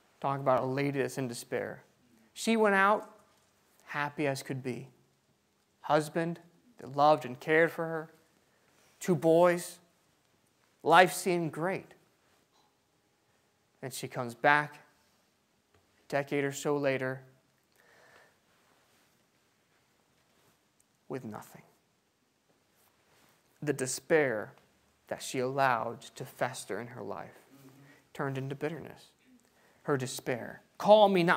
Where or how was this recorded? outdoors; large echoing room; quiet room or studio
large echoing room